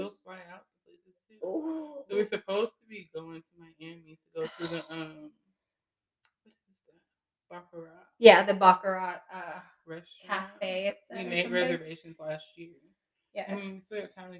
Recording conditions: poor sound quality